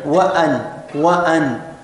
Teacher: لذلك لاحظوا معي وأن وأن قطعت قطعت ما قبلها عما بعدها بهذا الهمز فرسمت همزة قطع.